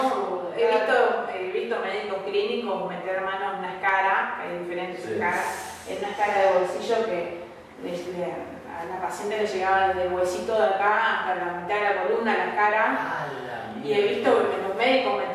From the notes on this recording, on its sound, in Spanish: Sepan disculpar la calidad del audio, ya que en realidad no se iba a utilizar para un podcast.